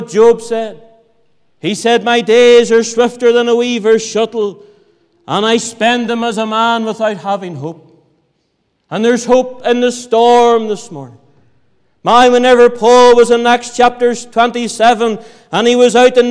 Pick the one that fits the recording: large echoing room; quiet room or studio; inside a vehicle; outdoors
large echoing room